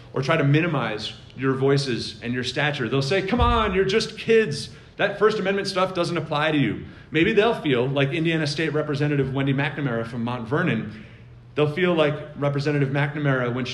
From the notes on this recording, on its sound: With nearly 800 students at the Garden State Scholastic Press Association's Fall Conference. That message is presented here as an episode of the podcast.